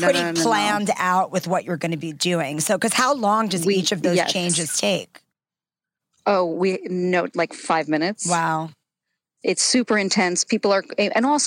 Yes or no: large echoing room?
no